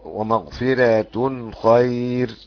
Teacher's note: وطبعا الأزرق له ترقيق الراء الأولى وله ترقيق الثانية بالخلاف لأنها مضمومة